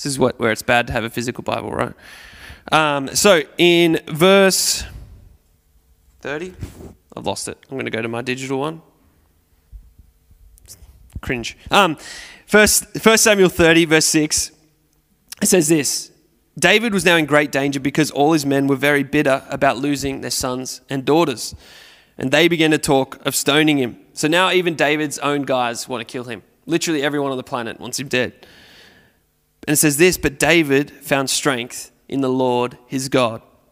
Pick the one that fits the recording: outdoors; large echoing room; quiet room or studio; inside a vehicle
large echoing room